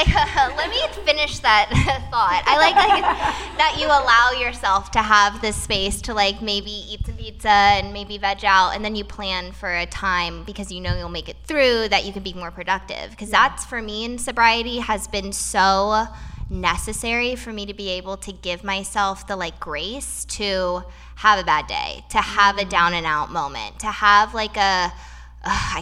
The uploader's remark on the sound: A Sober Girls Guide Live Podcast Event. This is the recording from our live podcast event in Los Angeles. The panelists were on point and were raw and candid with our live audience. The non-alcoholic drinks were flowing and the Sober Girls were mixing and mingling.